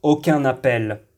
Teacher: Lemos o som nasal an, acrescentamos um n e lemos a próxima palavra.